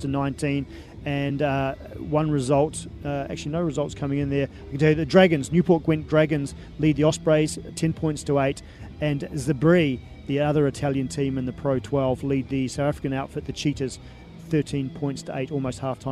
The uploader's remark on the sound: From the rooftop garden of Barasti